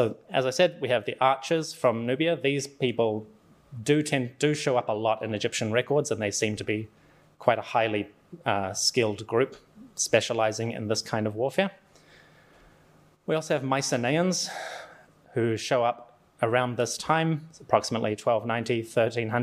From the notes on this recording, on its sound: This is a lecture I gave at The University of Auckland